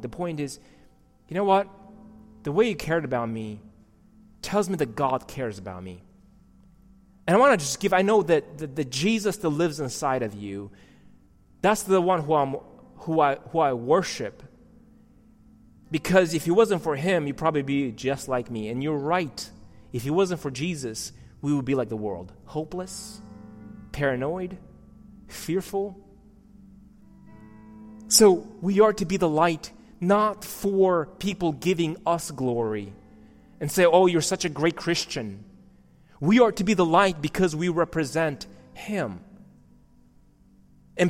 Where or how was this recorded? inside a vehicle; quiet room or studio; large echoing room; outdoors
large echoing room